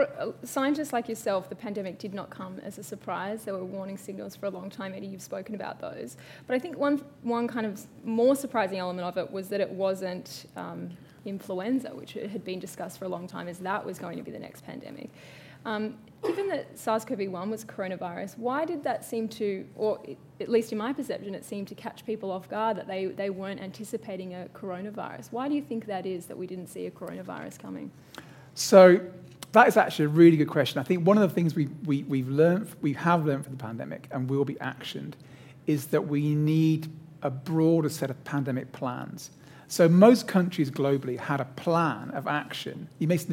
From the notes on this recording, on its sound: Recorded live at the Australian Museum.